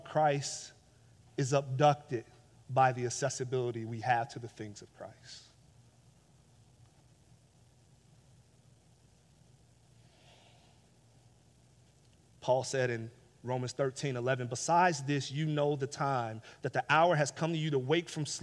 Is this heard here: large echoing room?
yes